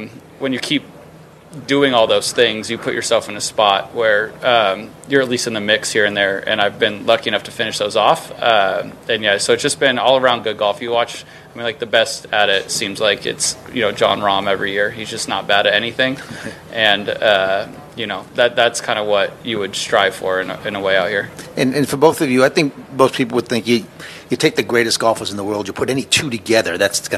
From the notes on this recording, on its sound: Team Interviews "LIVE" from Naples, FL at The QBE SHOOTOUT